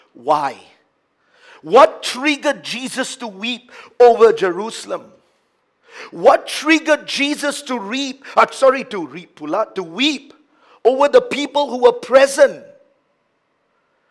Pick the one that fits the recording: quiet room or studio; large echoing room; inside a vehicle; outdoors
large echoing room